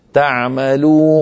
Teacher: لماذا؟ لأني تعمدت إعمال الخيشوم، إعمال صوت الغنة من الأنف مصاحبا لصوت الواو. هذا لا يصح، لابد أن يكون صوت حروف المد الثلاثة عند القراءة خاليا من الغنة.